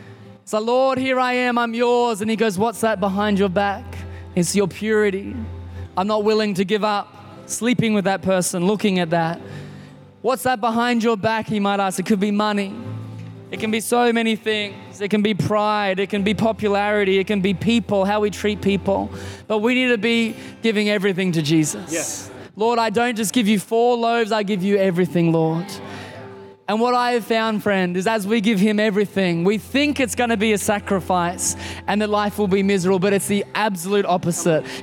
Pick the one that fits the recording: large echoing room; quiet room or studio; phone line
large echoing room